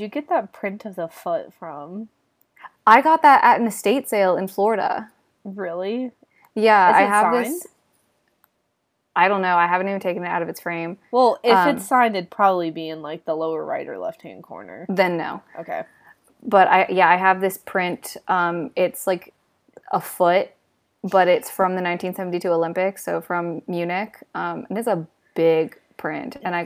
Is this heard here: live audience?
no